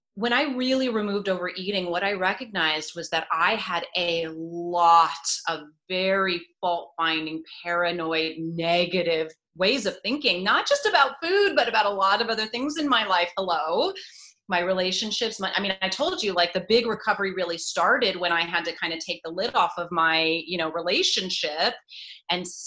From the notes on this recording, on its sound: During the pandemic, I hosted daily ZOOM meet-ups called the "Daily Community Meetup" - the recordings were posted here on the podcast